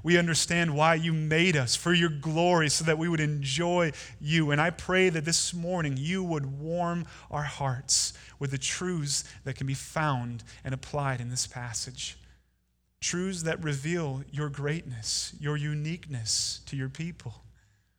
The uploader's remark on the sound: Delivered Sunday, January 12, 2019 at Woodridge Community Church (New Berlin, WI).